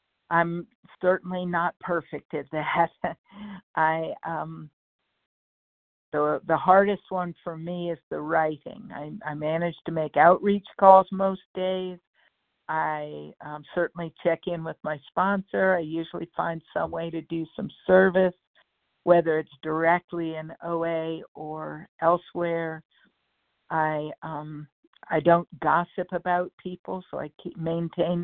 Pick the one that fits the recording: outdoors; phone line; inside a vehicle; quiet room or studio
phone line